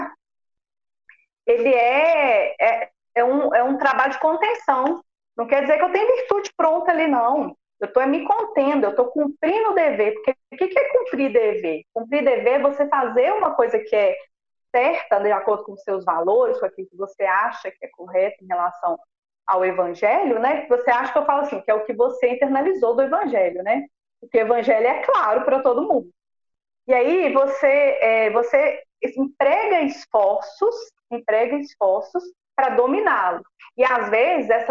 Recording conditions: poor sound quality